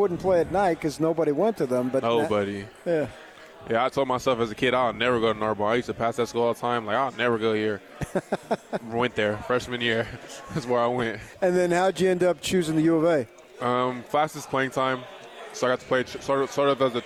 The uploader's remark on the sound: LIVE from Pac-12 Media Day in Los Angeles, CA.